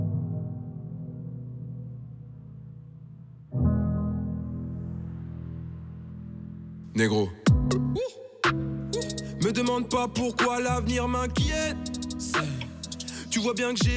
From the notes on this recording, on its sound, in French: depuis le Festival Francofaune